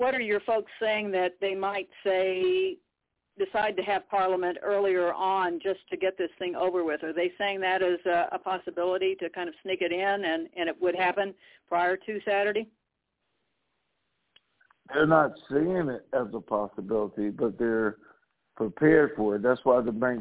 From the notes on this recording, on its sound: TNTSuperfantastic Conference Call